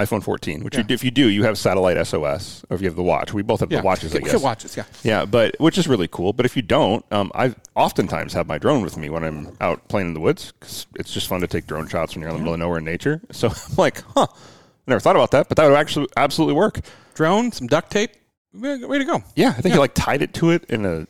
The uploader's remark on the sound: At the DirtFish Women in Motorsports Summit which seemed like the perfect place for this recording.